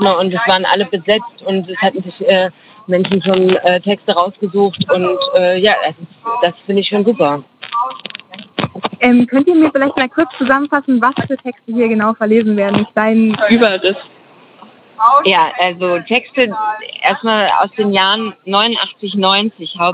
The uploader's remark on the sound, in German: Live Reportage vom Markt. In dieser Live-Reportage vom Leipziger Markt. Dieser Beitrag entstand live im Rahmen des Radiofestivals zum Leipziger Frauen*Festivals 2021. Bei Radio blau.